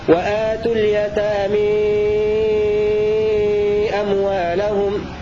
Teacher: بقراءة حمزة مع الإمالة والمد المشبع